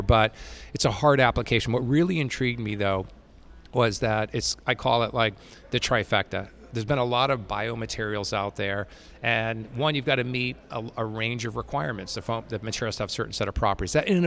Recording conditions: busy venue